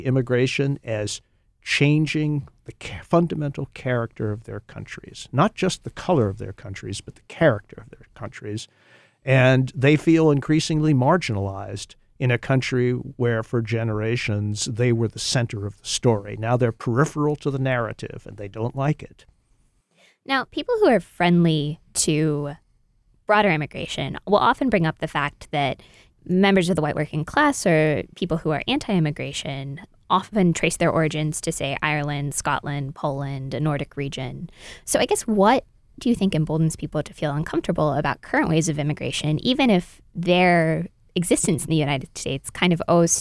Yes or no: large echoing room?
no